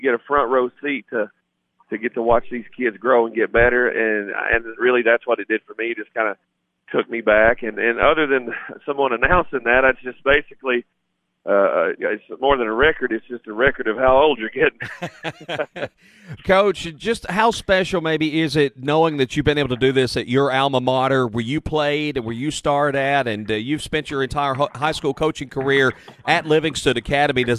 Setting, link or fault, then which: setting, busy venue